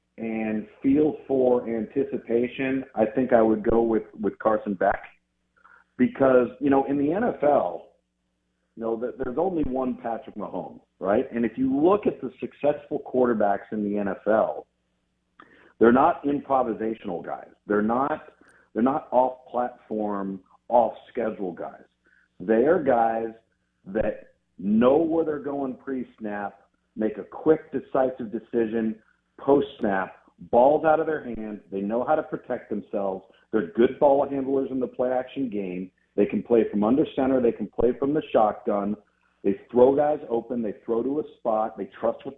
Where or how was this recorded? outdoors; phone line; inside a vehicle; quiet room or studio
phone line